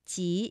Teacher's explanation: 舌面的前部顶住硬腭前部，软腭上升，堵塞鼻腔通路，声带不颤动，比较弱的气流把舌面的阻碍冲开了一条窄缝，并且从中挤出，摩擦成声，是不送气音